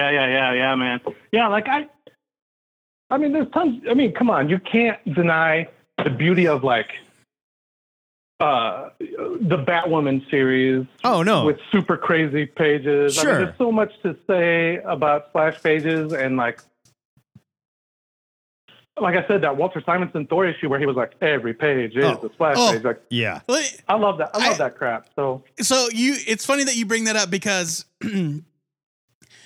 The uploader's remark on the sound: We open up the phone lines and talk to you.